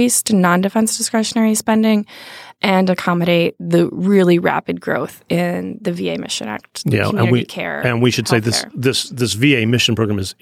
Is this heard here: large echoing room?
no